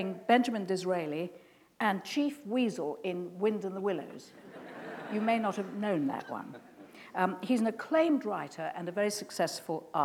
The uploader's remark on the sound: This is a recording of a live Platform event from February 2012.